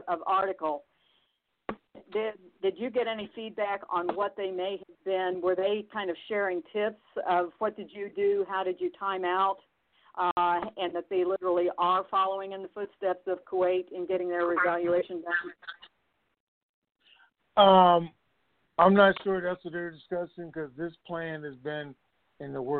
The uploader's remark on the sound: TNTSuperfantastic Conference Call